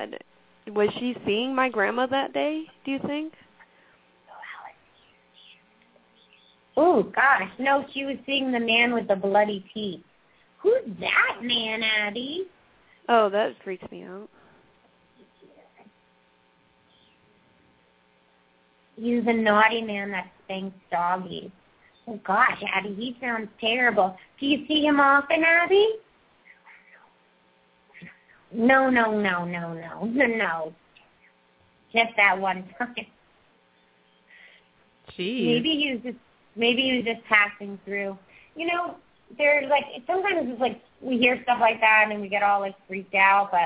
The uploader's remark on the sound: open up the lines for listeners to call